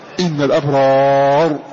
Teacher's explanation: لاحظ أنها ليس فيها إمالة، فلما لم تكن فيها إمالة وجب تفخيم الراء